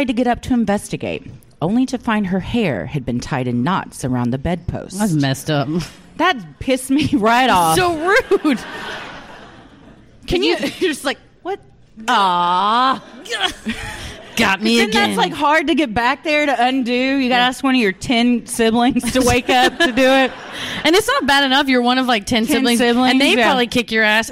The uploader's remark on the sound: Live at Dallas Comedy House